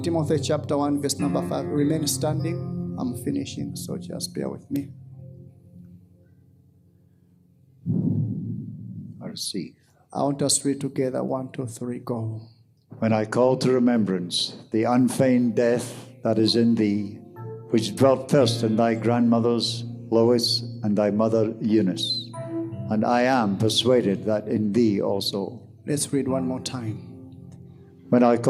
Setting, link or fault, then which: setting, large echoing room